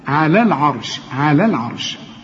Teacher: الحرف اللي قبلها إذا كان مفتوح زي العين تفخم الراء